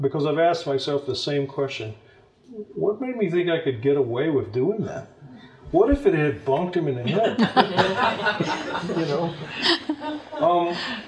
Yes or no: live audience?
yes